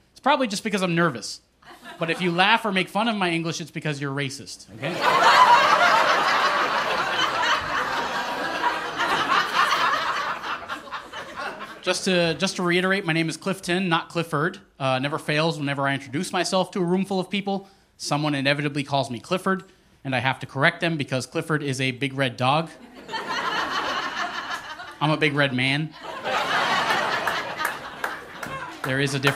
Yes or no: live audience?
yes